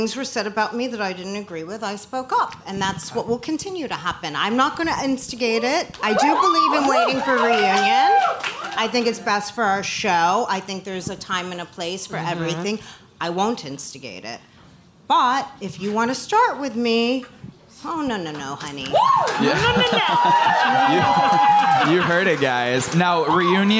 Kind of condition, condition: setting, live audience